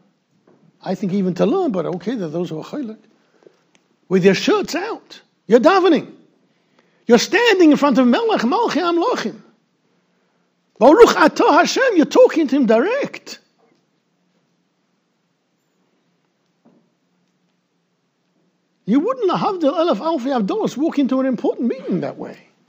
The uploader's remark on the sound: recorded in Yeshivas Ohr Reuven, Monsey NY